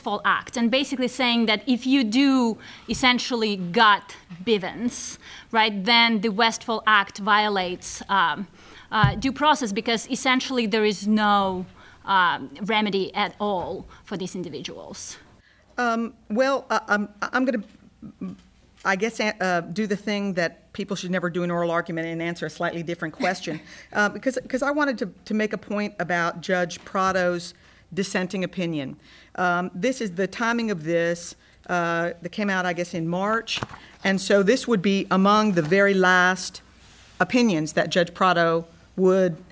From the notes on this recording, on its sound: Live at Texas Law. The episode was recorded before a LIVE student audience at the University of Texas School of Law in Austin at the invitation of the UT chapter of the Federalist Society.